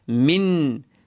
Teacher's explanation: noon with a sukoon followed by a ta. The noon is lighter here.